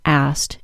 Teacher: Well, first it means that if it's difficult for you to say all of the sounds of the word asked, you should feel very comfortable dropping the K and saying asked instead.